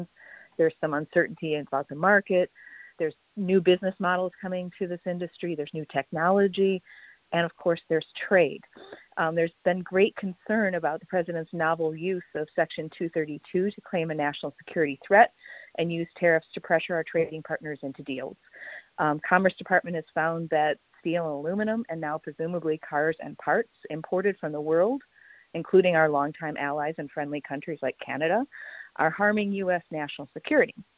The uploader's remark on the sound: Solutions 2020 conference call